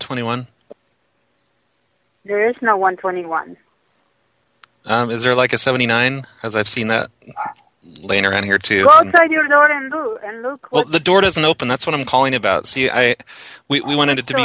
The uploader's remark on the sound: Prank Phone Calls